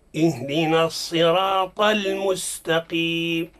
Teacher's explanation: انتبه، الطاء مفخم واللام مرقق، عند البعض يقول اهدنا الصراط المستقيم، خطأ.